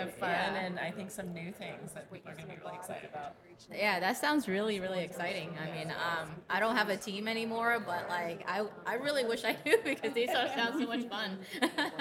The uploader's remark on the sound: Hosted LIVE from the EsportsNext 2023 conference.